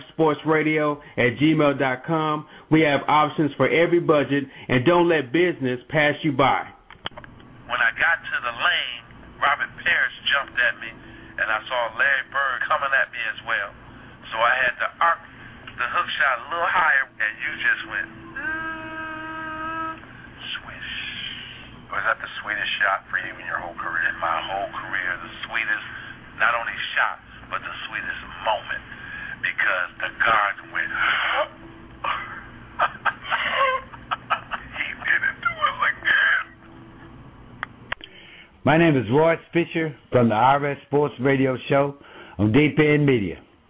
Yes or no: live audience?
no